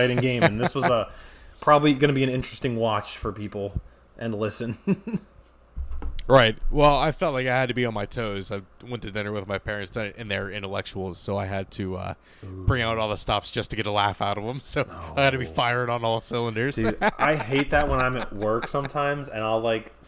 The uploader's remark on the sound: We recorded this during the Phillies game and we have some live reactions. Skype stopped recording 1 minute and 12 seconds.